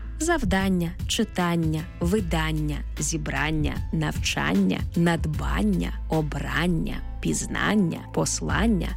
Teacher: Іменники, які утворилися від дієслів та закінчуються на «ання», здебільшого мають наголошений звук «а».